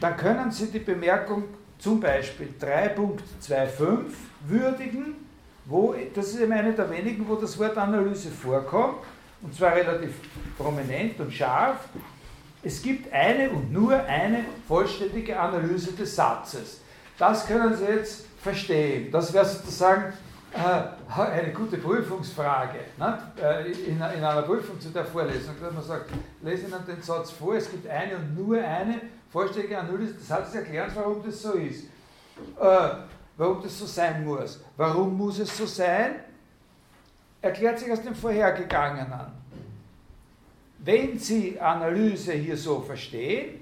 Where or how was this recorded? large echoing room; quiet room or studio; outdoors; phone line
large echoing room